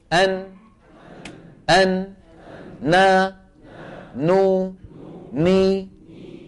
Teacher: العمل الأول لساني، وهو أن طرف اللسان يقرع ما يحاذيه من غار الحنك. والعمل الثاني غنة من فين؟ من الخيشوم · Term: النون